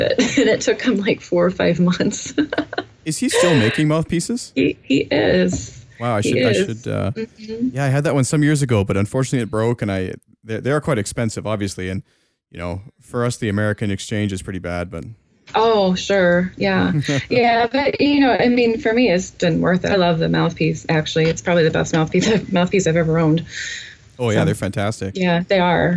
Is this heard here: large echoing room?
no